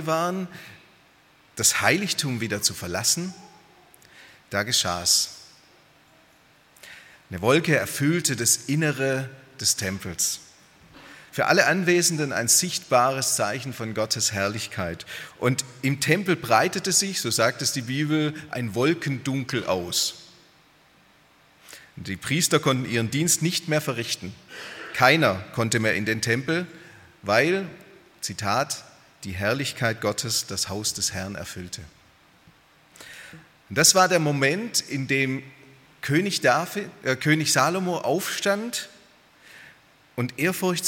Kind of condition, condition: setting, large echoing room